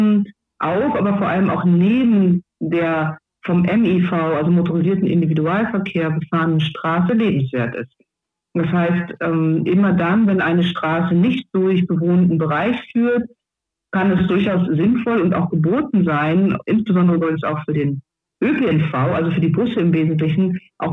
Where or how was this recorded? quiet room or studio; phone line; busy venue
phone line